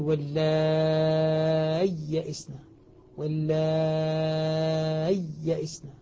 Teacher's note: يقول واللاي يئسنا، واللاي يئسنا، هكذا حتى يظهر الياء سكت لطيف، مع سكت لطيف حتى تظهر الياءان. وبما أن الياء ساكنة طبعا يمد ما قبلها ست حركات مدا لازما